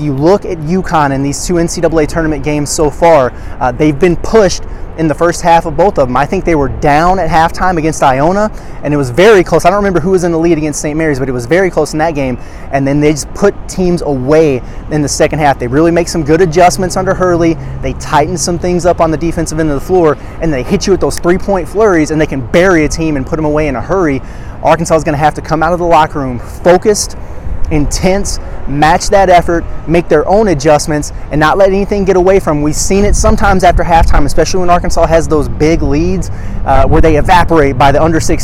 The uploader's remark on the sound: From outside T-Mobile Arena in Las Vegas for a live preview of Arkansas' Sweet 16 matchup with UConn.